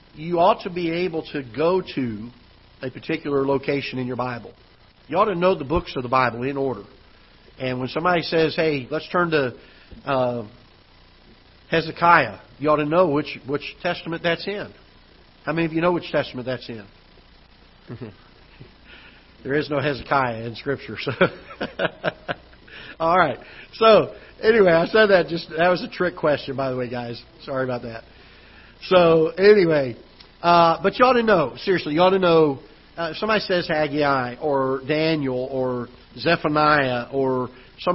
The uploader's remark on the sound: Ketha Heights Baptist Church ~ Live Broadcast